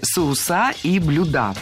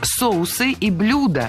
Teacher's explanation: Ударение ставим на первый слог в обоих словах, во всех формах. · Shown in: second take · Term: неподвижное ударение на корне